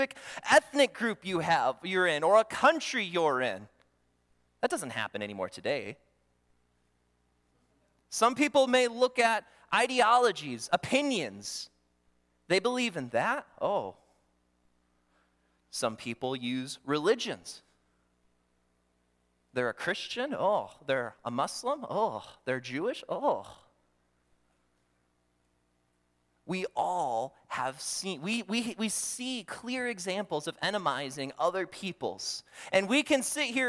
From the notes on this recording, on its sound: during the Morning Worship Service on Sunday, September 24, 2023, at Calvary Baptist Church in Battle Creek, Michigan